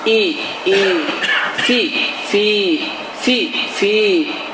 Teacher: bu zaman həmin i, saiti, iki i miqdanda uzandır